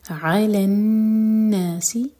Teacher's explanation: عین حلق سے، نون پر غنہ